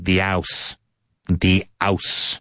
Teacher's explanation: A lot of Londoners don't pronounce that H at the beginning of a word.